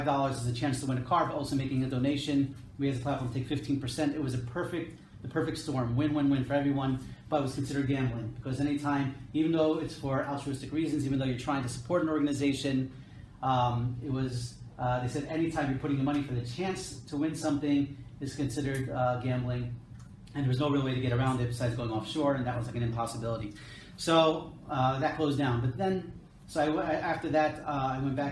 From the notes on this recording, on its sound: This episode is a recording of a lecture. At Temech Business Center in Jerusalem.